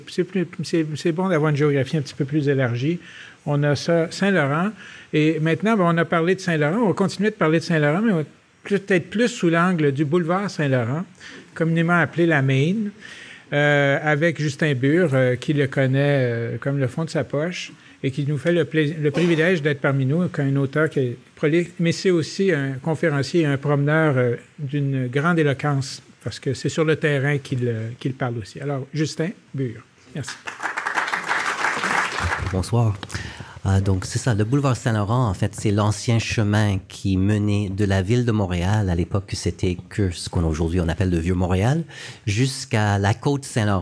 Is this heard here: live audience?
yes